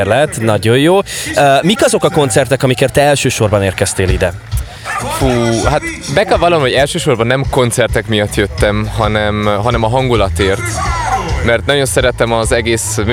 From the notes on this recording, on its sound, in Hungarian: A Beat rádió kitelepült a 2021-es Művészetek Völgye Összművészeti Fesztiválra. Sok-sok fesztiválozóval.